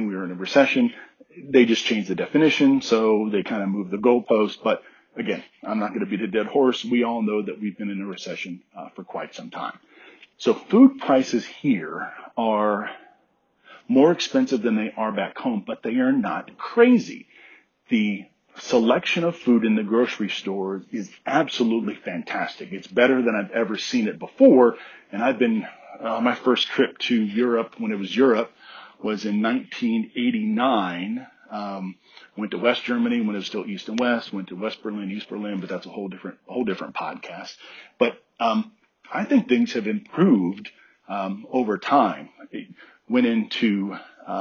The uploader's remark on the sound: Update from Germany. Did not bring my laptop, so I apologize ahead of time for the poor audio quality.